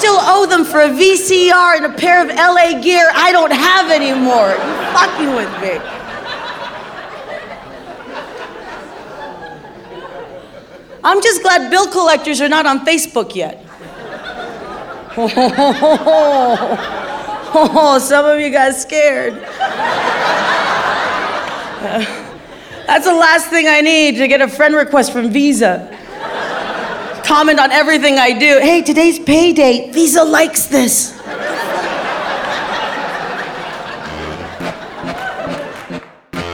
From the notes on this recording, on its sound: Performed live at the San Jose IMPROV in San Jose, CA